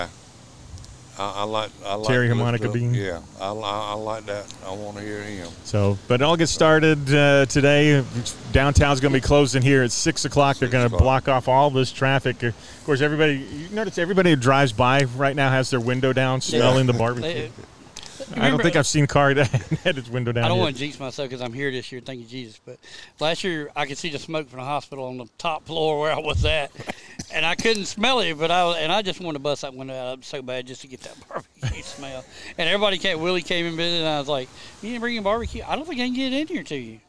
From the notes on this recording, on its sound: The guys are at the Festival of Discovery in uptown Greenwood for todays podcast.